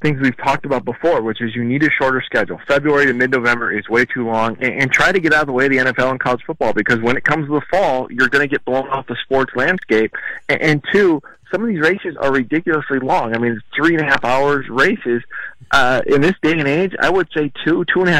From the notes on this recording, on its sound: The guys call in to the Croatian Hall in South St.